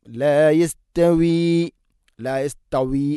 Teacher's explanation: യസ്തവി തഅനെ കനപ്പിച്ച് ഉച്ചരിക്കരുത്, ലൈറ്റായിട്ട് ഉച്ചരിക്കണം. ലാ യസ്തവി ലാ യസ്തവി അല്ല ലാ യസ്തവി.